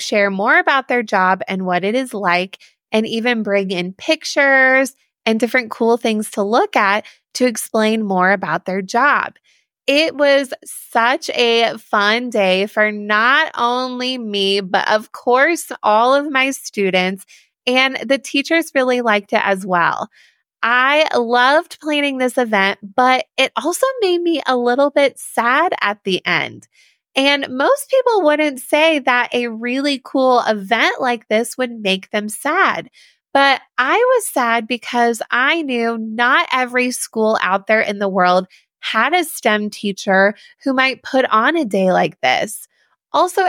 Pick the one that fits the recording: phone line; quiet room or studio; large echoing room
quiet room or studio